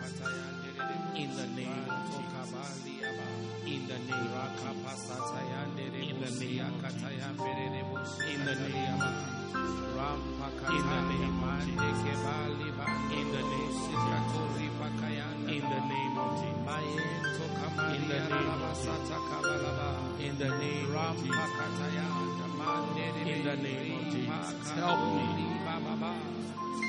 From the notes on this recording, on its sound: Preached At Christ Our Hope Cathedral, Pietermaritzburg-South Africa